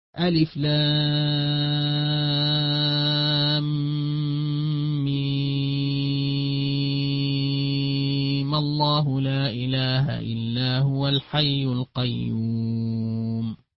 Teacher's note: وصل القارئ فاتحة آل عمران بما بعدها فتح الميم تخلصا من التقاء الساكنين ولا يكسرها، حفاظا على تغليظ اللام في لفظ الجلالة